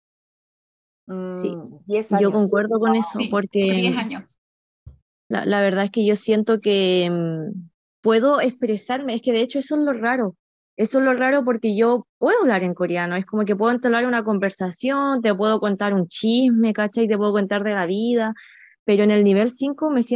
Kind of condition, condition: link, video call